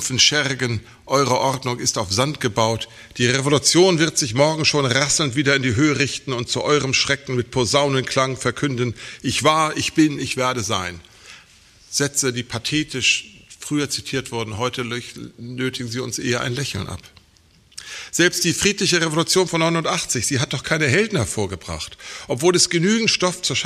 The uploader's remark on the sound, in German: Er hielt den Vortrag im Rahmen der Tagung ‚Friedhof der Märzgefallenen.